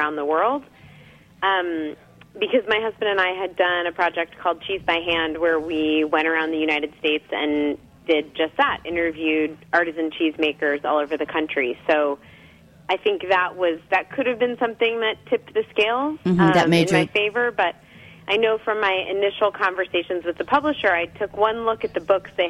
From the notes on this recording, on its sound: phones in to chat